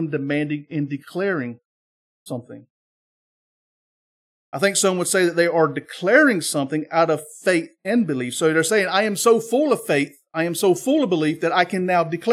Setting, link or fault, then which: setting, large echoing room